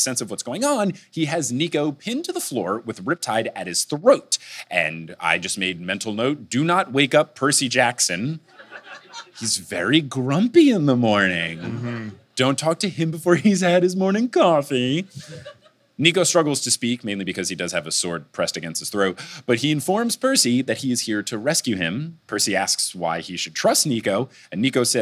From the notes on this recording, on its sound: this time it's live in Vancouver